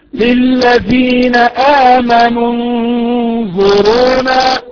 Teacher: ليس هناك مد ولا تنطق همزة الوصل